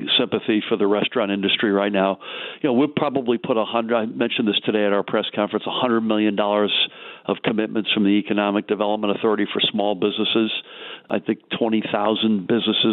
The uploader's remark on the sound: called in to KYW Newsradio